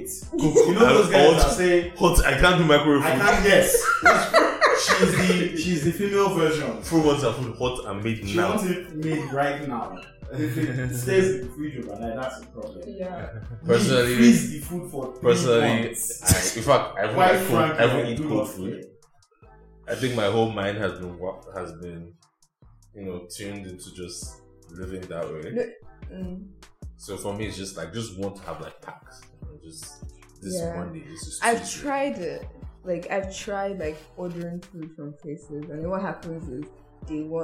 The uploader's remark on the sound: We apologize for this episode's quality. Something broke during recording and we didn't catch it until after.